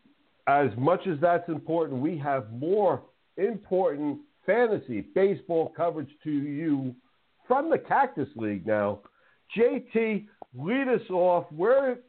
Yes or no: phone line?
yes